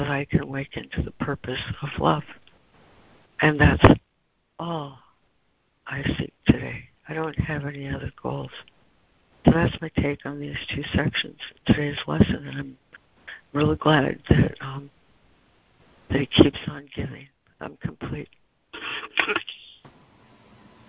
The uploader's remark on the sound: ACIM Daily Conference Call.